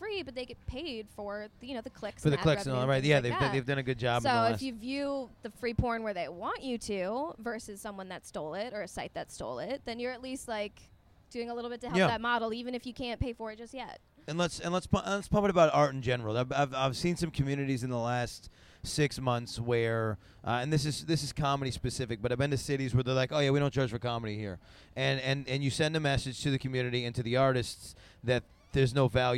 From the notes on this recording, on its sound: sit down at Exxxotica